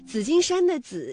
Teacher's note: 紫金山的紫是平舌音滋加上韵母一，读音呢为三声